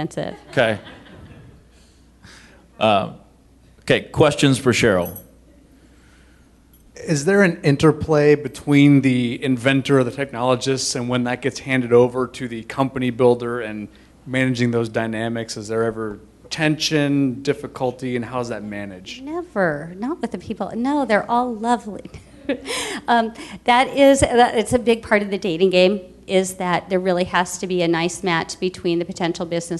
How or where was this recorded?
live audience